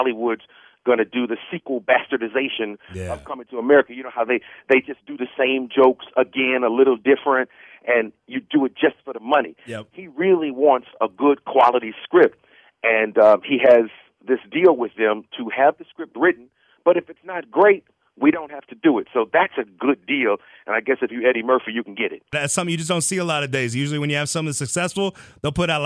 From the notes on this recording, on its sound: called into Comedy 1031